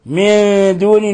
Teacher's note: من دون، نون ساكنة جاء بعد حرف الدال، الحكم التجويدي، الحكم التجويدي إخفاء حقيقي